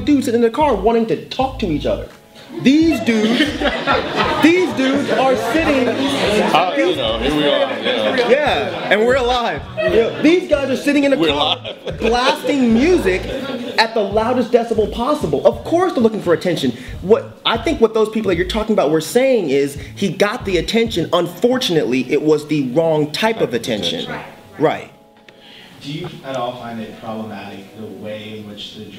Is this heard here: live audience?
yes